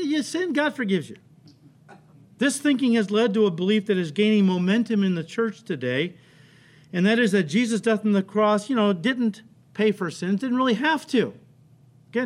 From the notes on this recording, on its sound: The audio file this week is from our 8:30 AM Service, while the video is from our 10:30 Service. Calvary Chapel Elk Grove is a non-denominational fellowship located in Elk Grove Village, a northwest suburb of Chicago in Illinois.